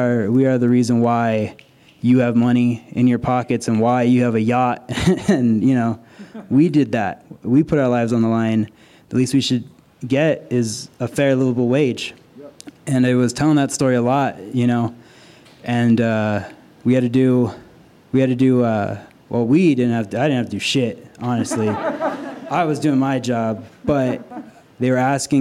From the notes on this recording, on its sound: This story was recorded live at Buntport Theater.